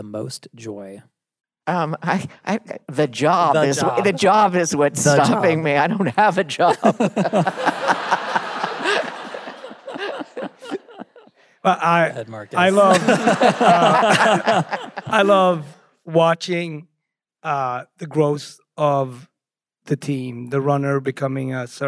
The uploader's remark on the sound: Live At Symphony Space. Dinner SOS left the studio and took to the live stage! We answered your cooking questions and some from the crowd!